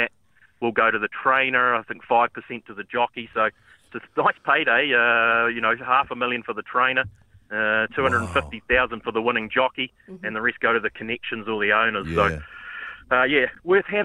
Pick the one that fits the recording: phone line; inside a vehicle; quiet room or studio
phone line